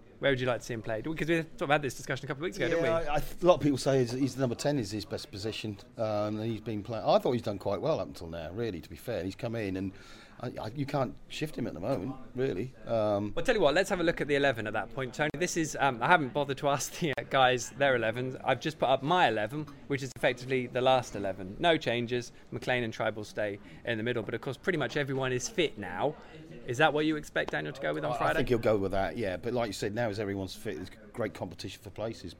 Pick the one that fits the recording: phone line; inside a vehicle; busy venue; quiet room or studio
busy venue